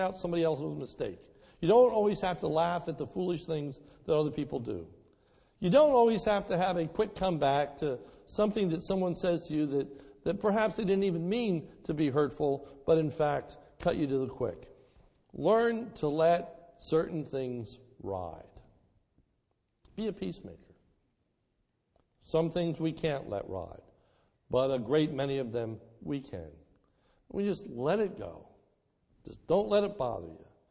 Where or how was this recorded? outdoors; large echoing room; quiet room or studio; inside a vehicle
large echoing room